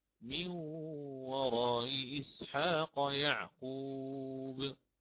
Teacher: فأتينا بتسهيل الهمزة الأولى بين الهمز وبين حرف الياء المجانس لحركتها